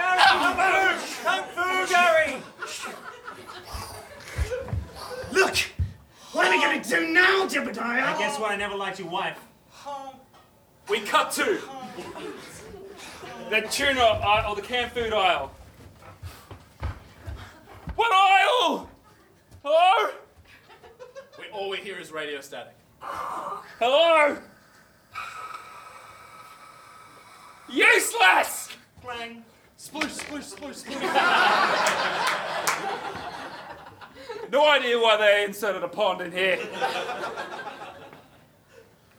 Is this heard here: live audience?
yes